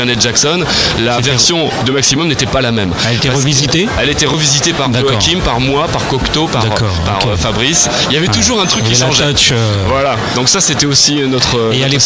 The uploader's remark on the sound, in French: Podcast En direct du Dock B à Pantin, LeRadioClub émission spéciale.